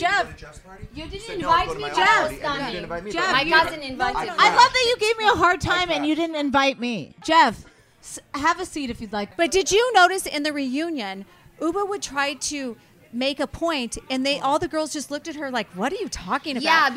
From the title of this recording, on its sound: Live from BravoCon